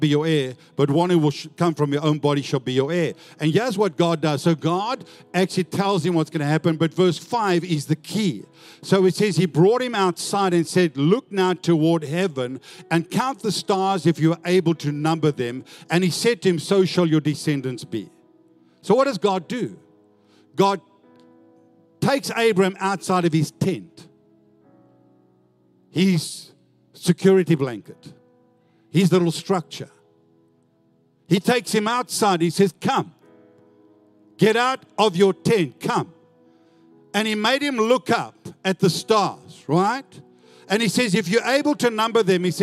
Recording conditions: large echoing room